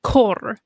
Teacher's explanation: And then he trills the R